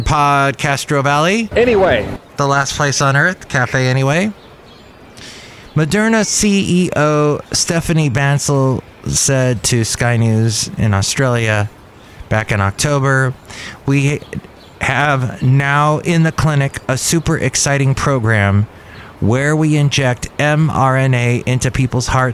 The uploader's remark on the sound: podcasts live from Cafe Anyway